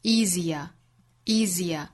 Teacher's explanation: 那么变长了比较级呢，多出来一个元音 easier, easier,两个音节变长了三个音节